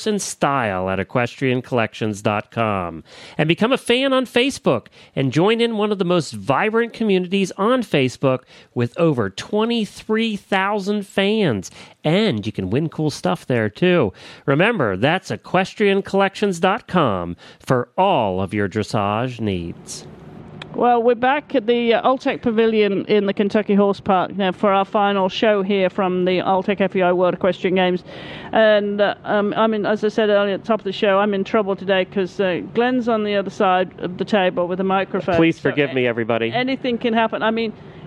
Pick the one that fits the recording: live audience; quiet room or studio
live audience